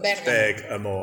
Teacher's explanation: the stress is on the first syllable